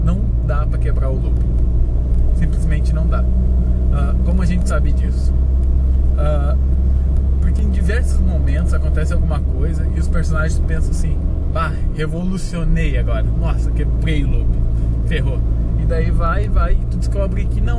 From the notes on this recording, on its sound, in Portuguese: Podcast gravado no carro